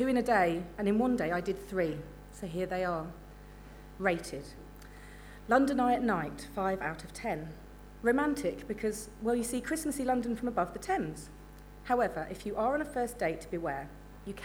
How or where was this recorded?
live audience